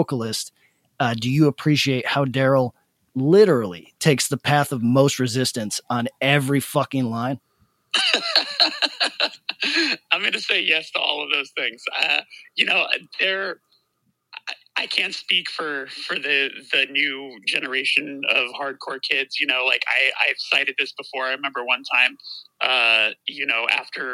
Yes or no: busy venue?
no